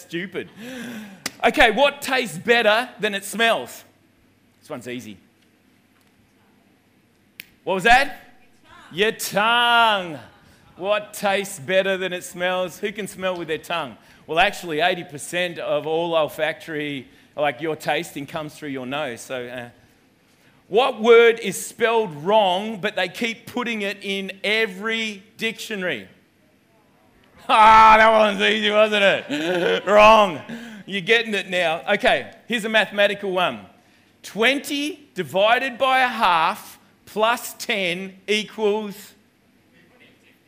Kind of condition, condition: setting, large echoing room